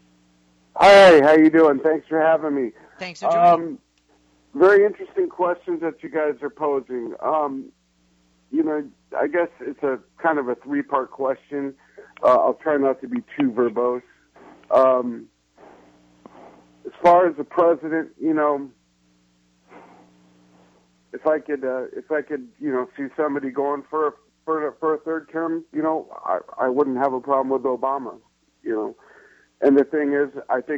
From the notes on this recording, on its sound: take calls to see what the audience thinks